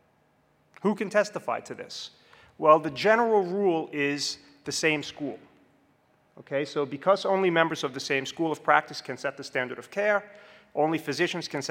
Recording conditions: large echoing room